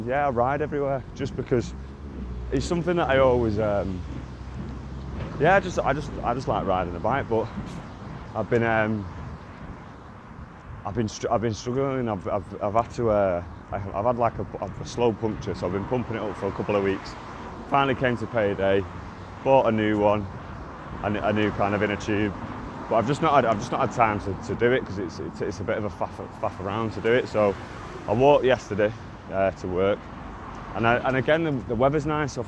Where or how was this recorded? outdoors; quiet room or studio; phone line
outdoors